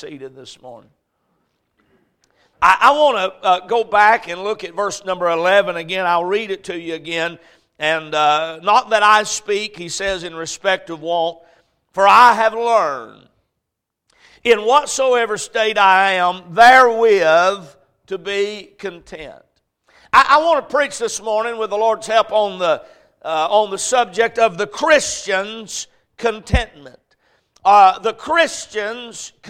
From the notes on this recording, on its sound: A message preached at Crossroads Baptist Church on Sunday morning